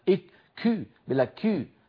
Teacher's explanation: إخواننا بتركيا يبالغون في الهمس